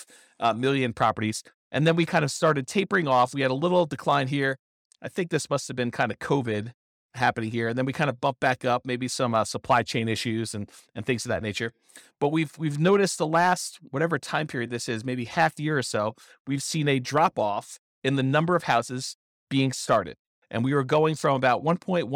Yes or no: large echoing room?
no